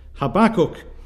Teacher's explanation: it is clear that the emphasis is supposed to be upon the second syllable